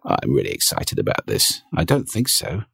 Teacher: The final register is vocal fry.